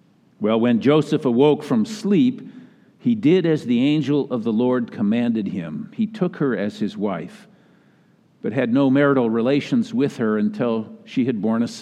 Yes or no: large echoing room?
yes